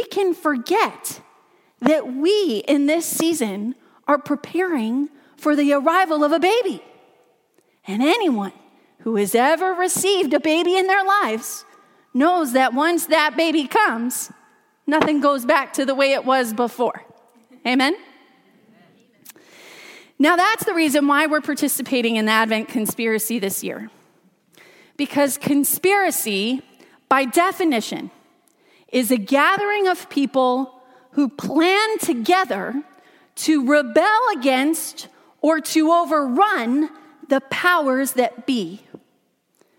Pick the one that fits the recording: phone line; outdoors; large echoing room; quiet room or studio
large echoing room